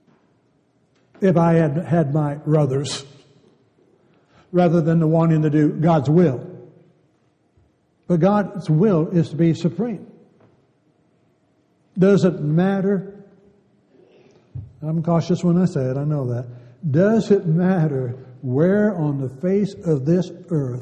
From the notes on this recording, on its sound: Downtown Church Of Christ Audio Sermon